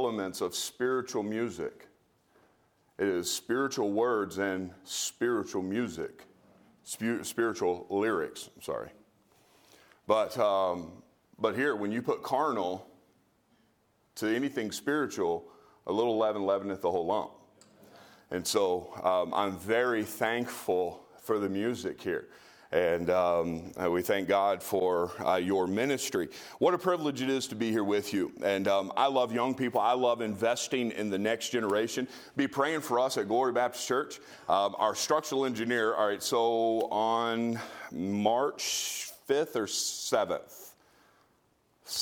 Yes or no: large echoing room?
yes